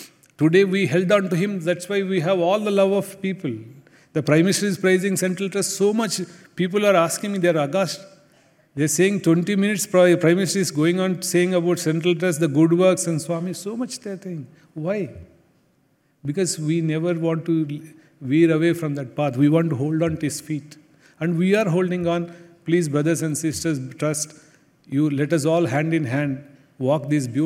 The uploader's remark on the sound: Address during the Center Leaders Conference in Prasanthi Nilayam.